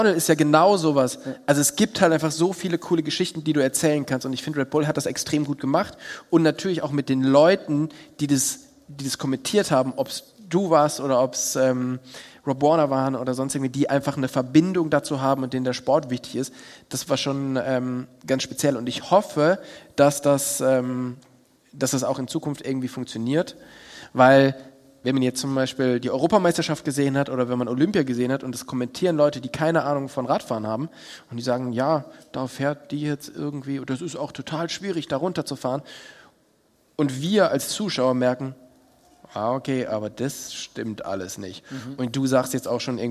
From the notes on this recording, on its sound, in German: LIVE PODCAST vom 4 Bikes Festival. Mal vor Live-Publikum aus einem Bunker beim 4 Bikes Festival.